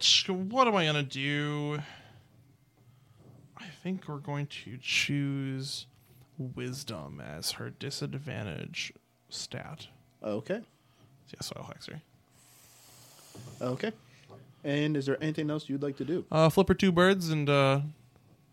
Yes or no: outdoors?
no